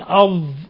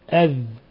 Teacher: والظاء تتحول إلى ذال إذا فقدت صفة الإطباق، إذا لم نطبقها صارت ذالا في الظاء · Shown in: first take